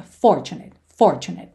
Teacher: normalmente, essa palavra tem a sílaba tônica na primeira sílaba